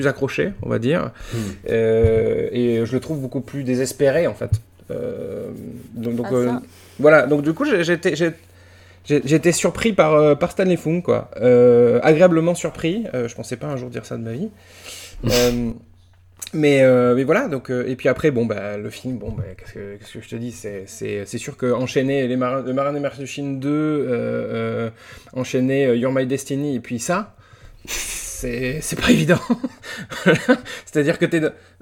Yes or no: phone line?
no